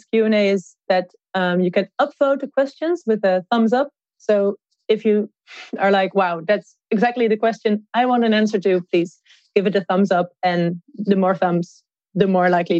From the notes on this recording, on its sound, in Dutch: This conversation was recorded during an online event hosted by TivoliVredenburg in collaboration with publishing house Atlas Contact. Dit gesprek is opgenomen tijdens een online event dat werd gehost door TivoliVredenburg in samenwerking met AtlasContact op 1 maart 2021.